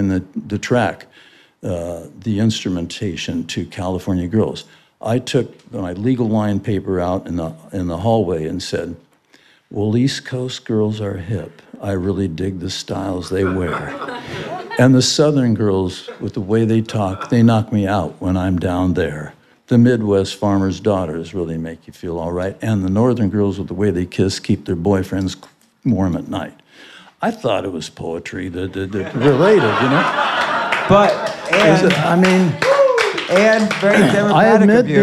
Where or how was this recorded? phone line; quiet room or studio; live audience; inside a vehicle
live audience